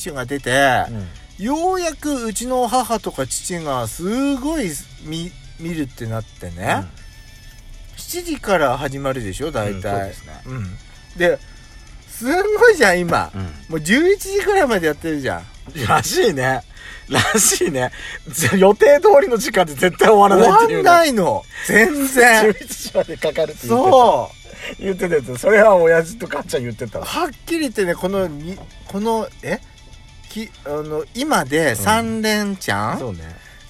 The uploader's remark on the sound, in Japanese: パーキング収録